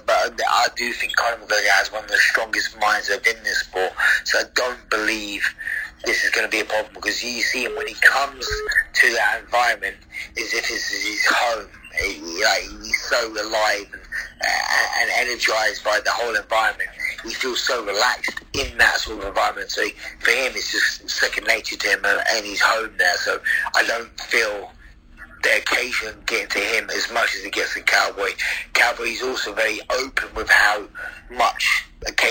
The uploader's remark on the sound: on the phone